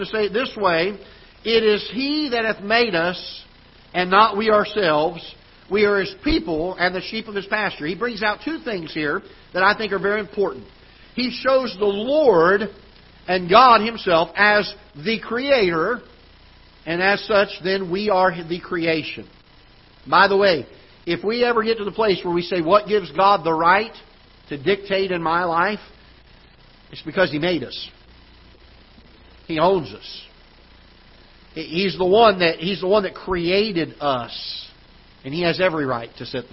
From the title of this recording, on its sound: Ketha Heights Baptist Church ~ Live Broadcast